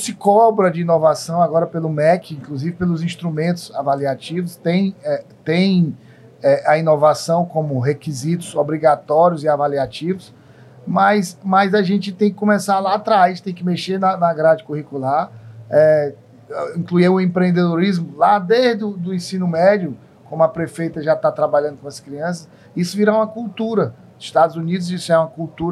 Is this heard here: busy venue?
yes